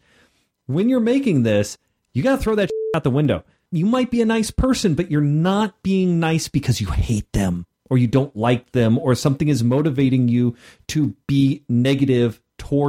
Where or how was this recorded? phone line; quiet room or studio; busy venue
quiet room or studio